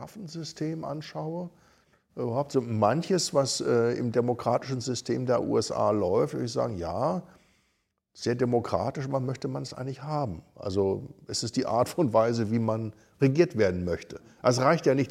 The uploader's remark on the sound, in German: 2023 live in der VHS Krefeld/Neukirchen-Vluyn aufgezeichnet.